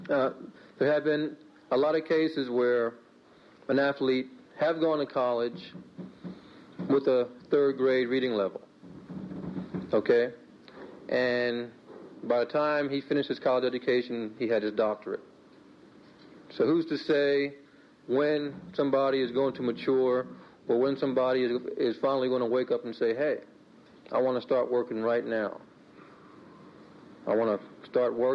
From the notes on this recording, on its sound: Recorded during the Academy of Achievement's 1984 Summit in Minneapolis, Minnesota.